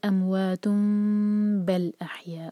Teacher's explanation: next word جو ہے وہ با سے شروع ہو رہا ہے تنوین کے بعد با آ رہا ہے تو یہاں پر اقلاب کرنا ہوگا